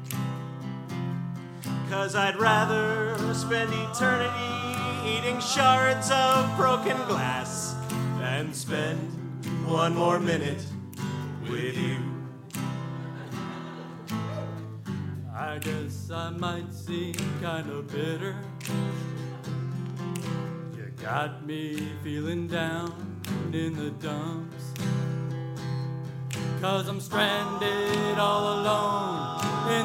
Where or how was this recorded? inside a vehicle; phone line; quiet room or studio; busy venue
busy venue